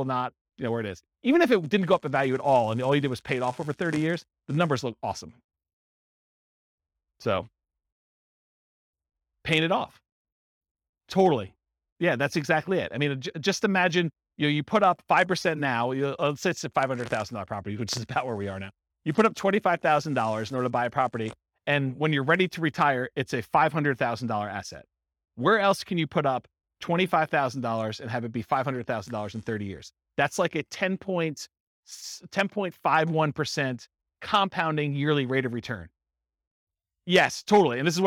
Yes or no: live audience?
yes